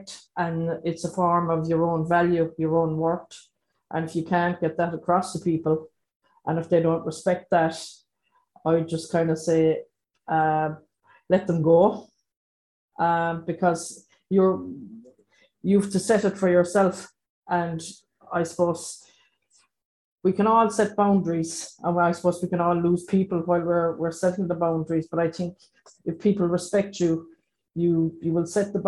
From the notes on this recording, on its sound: This audio recording of our webinar in partnership with Mental Health Ireland where our panel discuss boundaries.